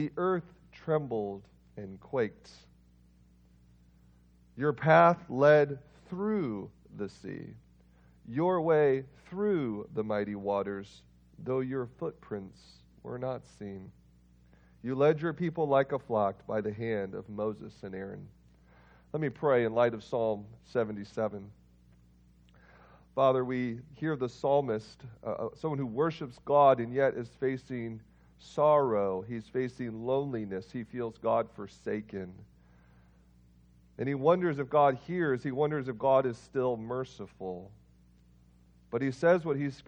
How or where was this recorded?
large echoing room